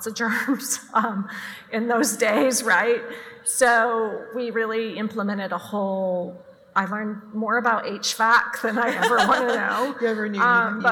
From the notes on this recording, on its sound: This episode was recorded at the Women in Retail: On the Road Dallas event in July.